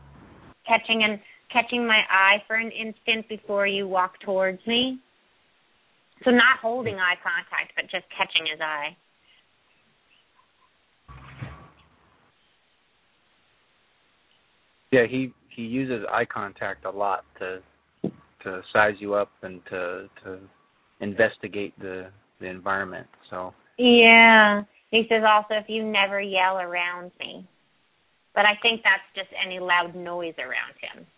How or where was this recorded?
phone line